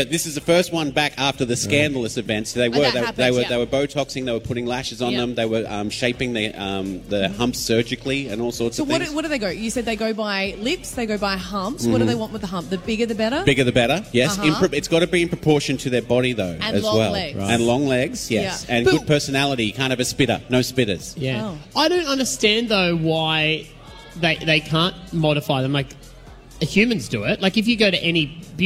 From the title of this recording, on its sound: FULL SHOW: LIVE From Eatons Hill Hotel